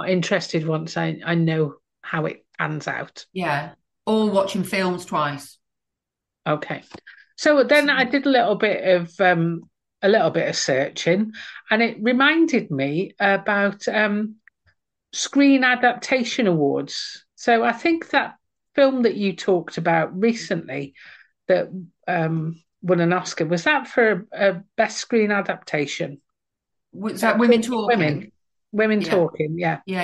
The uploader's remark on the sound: Managed to talk for long enough that Zoom kicked us off the meeting.